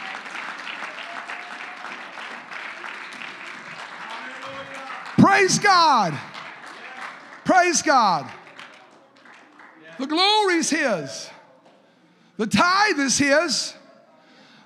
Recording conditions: large echoing room